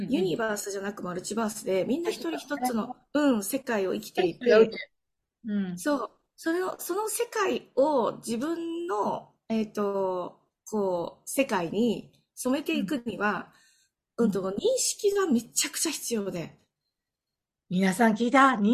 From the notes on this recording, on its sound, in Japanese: オンラインでの収録のため所々聞きずらいところもありますが、何とぞご了承ください。